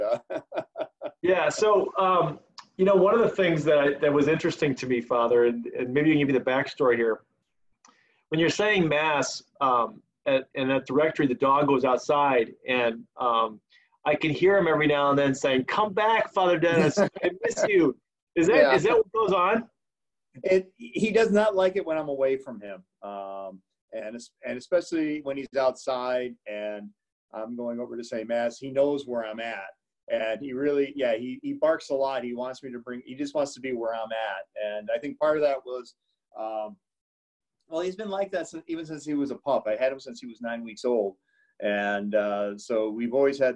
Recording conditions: video call